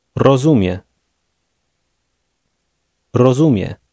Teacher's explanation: Did you hear how the speaker stressed the middle of that word?